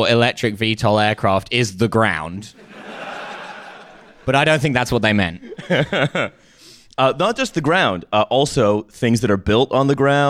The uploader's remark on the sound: TF Live in Berlin. We did a live show in Berlin on March 11 and we recorded it.